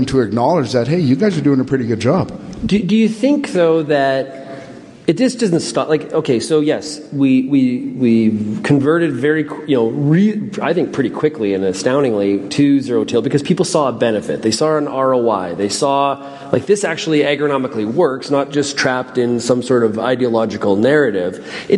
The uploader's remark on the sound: This Wednesday edition of RealAg Radio was recorded at the Agricultural Producers Association of Saskatchewan (APAS) annual general meeting!